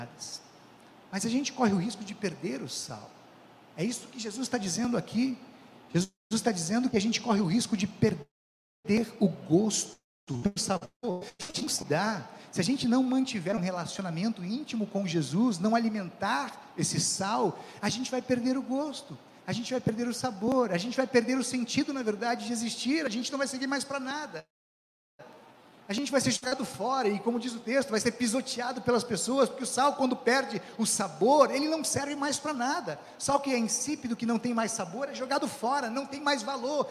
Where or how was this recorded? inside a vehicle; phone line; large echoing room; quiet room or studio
large echoing room